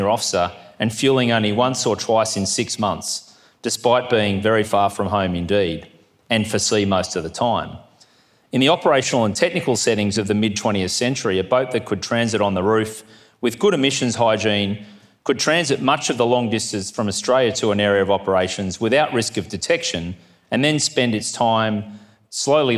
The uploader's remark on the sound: 2023 Goldrick Seminar. Address at the Australian Naval Institute’s Goldrick Conference held in Canberra on 19 October.